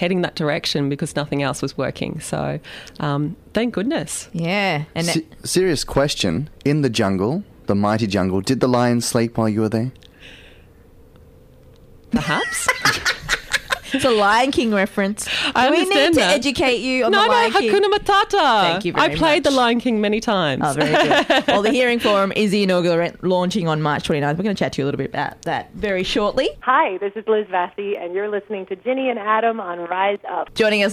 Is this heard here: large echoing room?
no